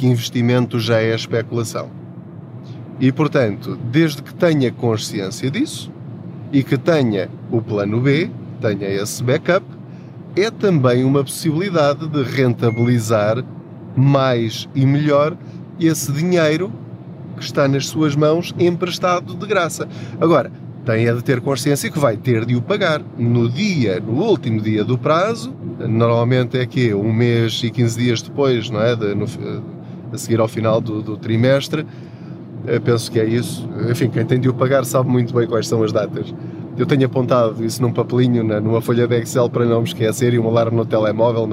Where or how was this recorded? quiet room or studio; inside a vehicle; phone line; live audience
inside a vehicle